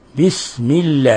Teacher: من إسكان السين وإظهار وبيان إسكانها والبعد عن تحريكها، وكذلك لما كانت السين من حروف الهمس وهي حروف فحثه شخص سكت كان لابد من بيان همسها بسم الله دون مبالغة، بسم الله الرحمن الرحيم، دون أن نحرك